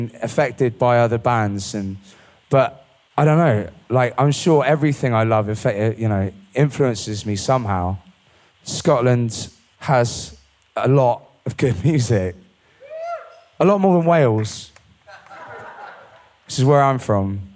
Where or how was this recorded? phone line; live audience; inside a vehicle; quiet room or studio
live audience